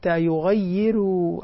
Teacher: الراء مرققة لأن قبلها كسر